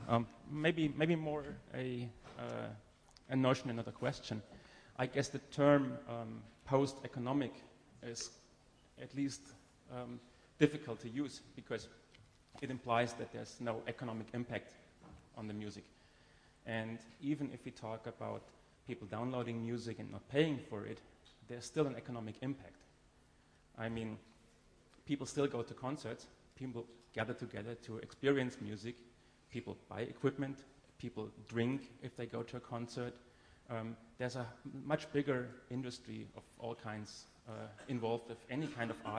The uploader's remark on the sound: presentation at Audio Poverty in Berlin